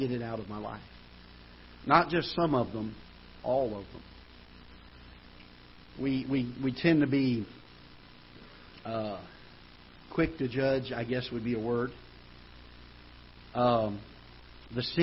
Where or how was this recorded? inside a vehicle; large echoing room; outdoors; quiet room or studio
large echoing room